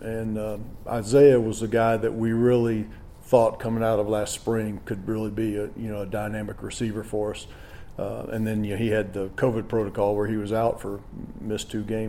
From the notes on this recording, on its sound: Full audio from the weekly press conference